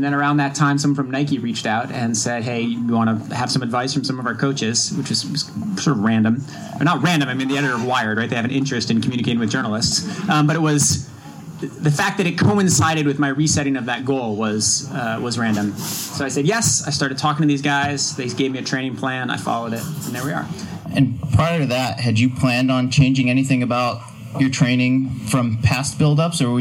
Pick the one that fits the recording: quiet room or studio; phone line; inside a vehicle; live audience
live audience